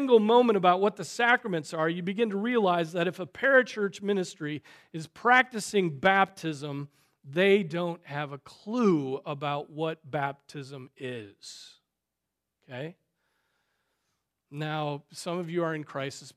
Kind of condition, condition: setting, large echoing room